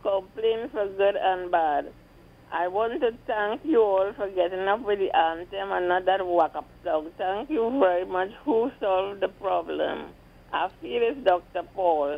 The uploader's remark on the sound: we take more calls from the audience